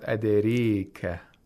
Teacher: Imala means that it's halfway between fatha and kasra.